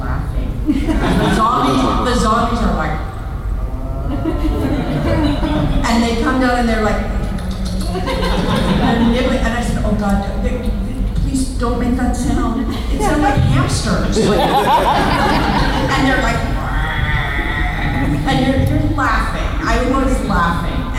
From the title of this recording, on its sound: Panel Gulf Coast Fan Fest 2018